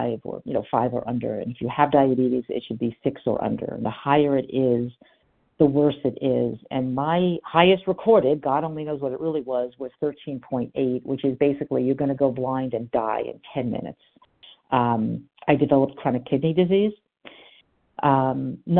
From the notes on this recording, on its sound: from the 100 Pounders Phone Meeting